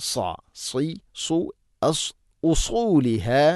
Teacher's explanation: സ്വാദുച്ചിരിക്കുമ്പോൾ നാവിൻ്റെ മധ്യം അണ്ണാക്കിലേക്ക് ഉയർന്നു നിൽക്കണം.